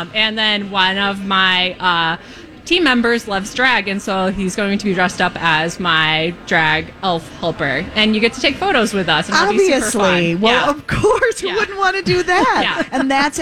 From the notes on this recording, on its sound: Live at the General Store of Minnetonka